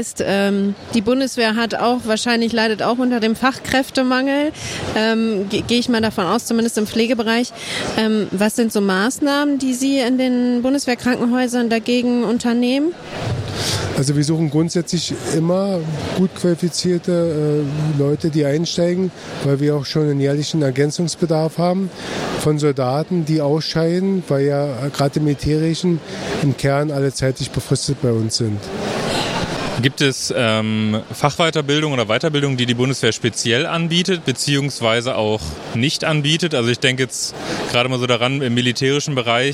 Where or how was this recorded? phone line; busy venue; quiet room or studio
busy venue